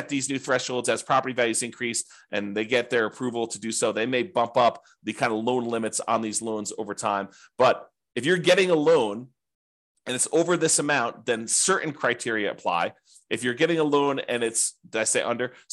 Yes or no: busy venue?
no